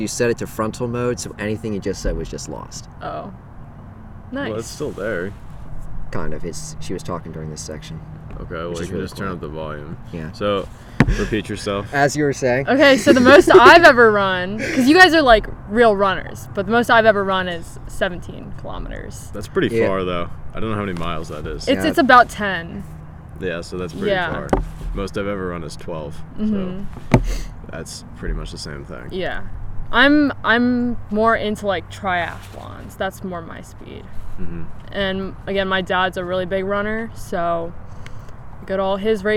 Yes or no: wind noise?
yes